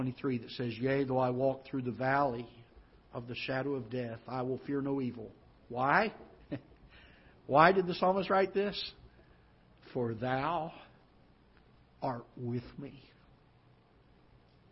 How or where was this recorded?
large echoing room